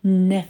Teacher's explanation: Но на первый звук падает ударение